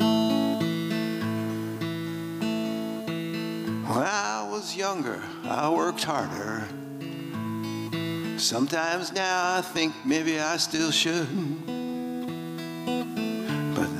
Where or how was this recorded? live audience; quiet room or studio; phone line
live audience